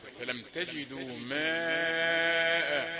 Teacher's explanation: خلي المد المتصل زوده شوي فلم تجدوا ماء أربع حركات على الأقل